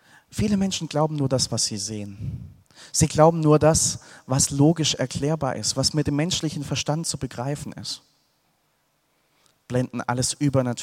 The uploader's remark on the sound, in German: Aus dem Gottesdienst der Liebenzeller Mission.